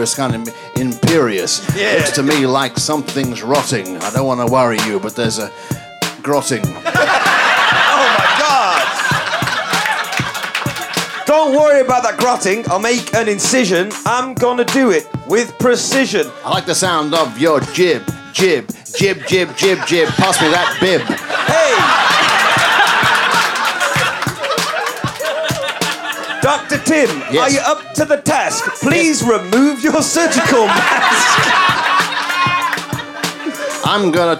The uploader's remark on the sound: recorded at the Pleasance during the Edinburgh Fringe 2012.